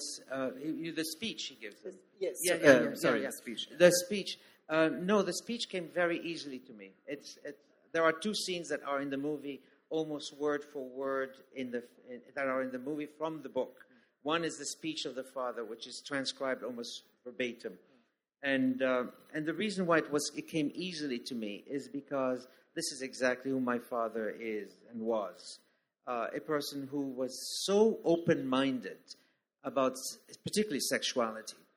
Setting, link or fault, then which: setting, live audience